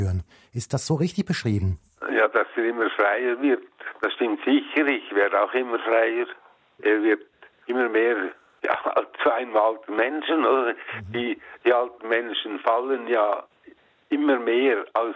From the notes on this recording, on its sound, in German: selbstverständlich und wie es sich gehört am Telefon